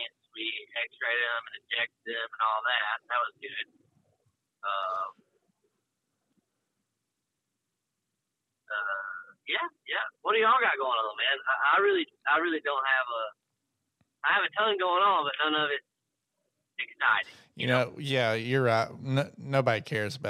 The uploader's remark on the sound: on the phone with us trucking cattle